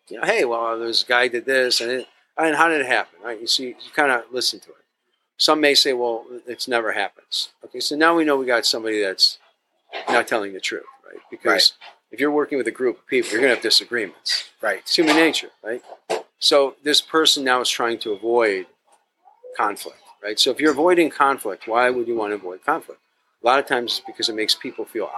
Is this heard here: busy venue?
yes